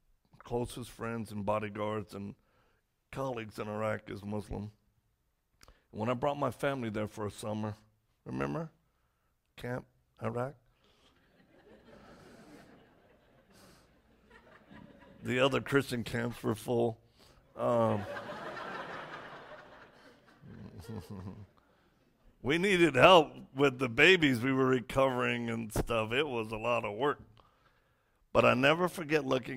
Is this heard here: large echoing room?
yes